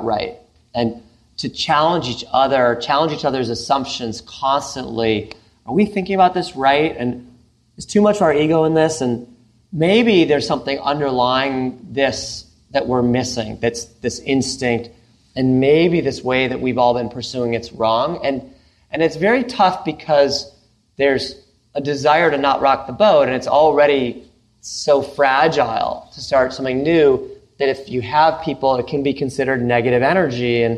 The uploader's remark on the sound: This encore episode is a recording of a special event. In San Francisco in front of a live audience of portfolio founders, friends of the firm, and LPs.